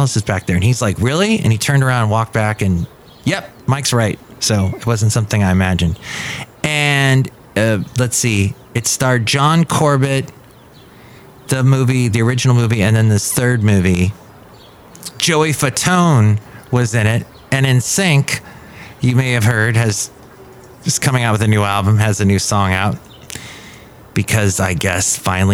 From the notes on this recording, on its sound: podcasts live from Café Anyway